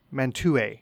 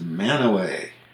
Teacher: So the T disappears entirely · Shown in: second take